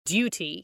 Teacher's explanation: if British person would say duty, you know, there's a y in there